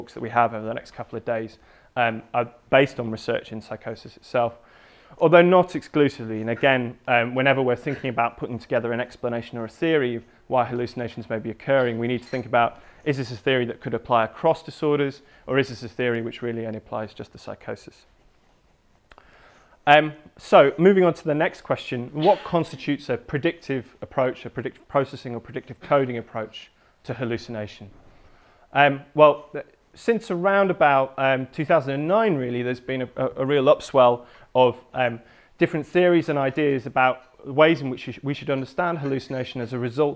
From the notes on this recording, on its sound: Recorded on 7 July 2016 at a Hearing the Voice workshop. At a Hearing the Voice workshop on Hallucination and Prediction.